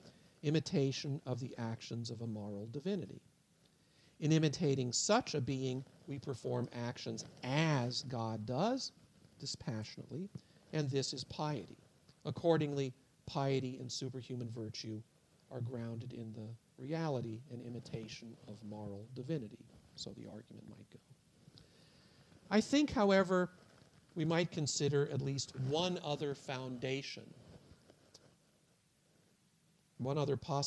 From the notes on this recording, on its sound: At Purdue University. The lecture was given at a conference.